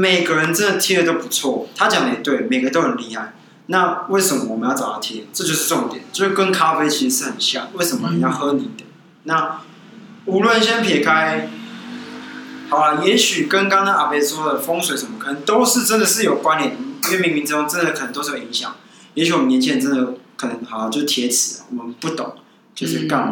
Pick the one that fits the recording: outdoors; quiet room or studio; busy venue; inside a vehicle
busy venue